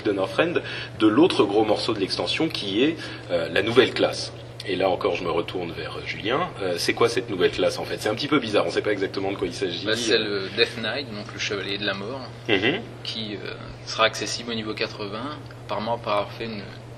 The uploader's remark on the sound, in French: En direct de la Blizzcon, nous discutons de cette première journée à Aneheim.